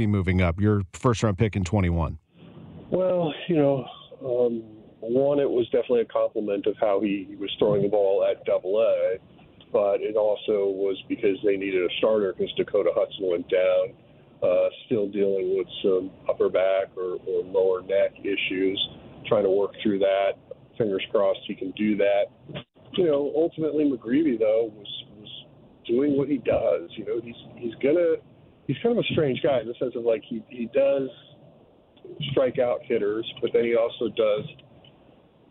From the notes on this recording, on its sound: this morning from the team bus